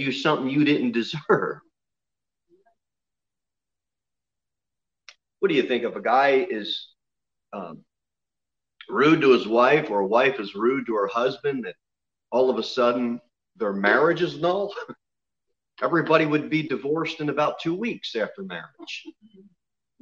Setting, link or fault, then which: setting, large echoing room